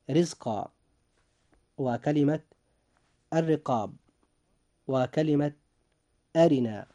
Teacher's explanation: الحالة الأولى إذا كانت الراء مكسورة، سواء كانت هذه الراء في أول الكلمة أو في وسطها أو في آخرها، وذلك مثل كلمة رزقا، وكلمة الرقاب، وكلمة أرنا. فالراء في هذه الحالة مكسورة، وإذا جاءت الراء مكسورة فيجب أن ترقق · Term: ترقيق الراء